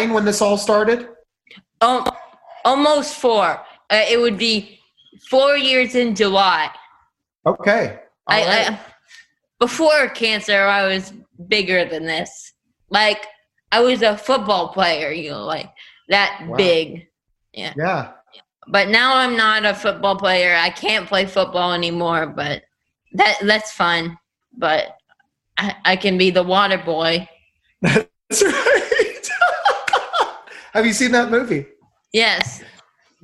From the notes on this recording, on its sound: in a very informal quarantine setting, ZOOM!